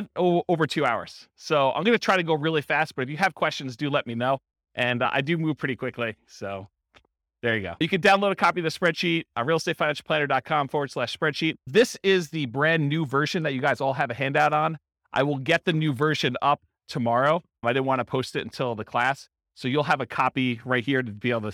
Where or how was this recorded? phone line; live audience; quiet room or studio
live audience